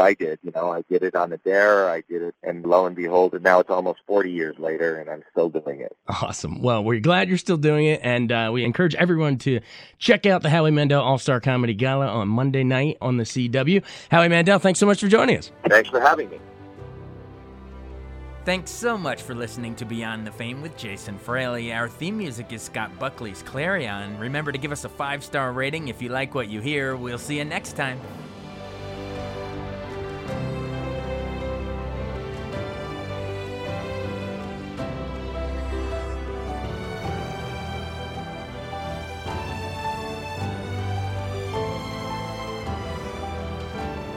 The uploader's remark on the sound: when he called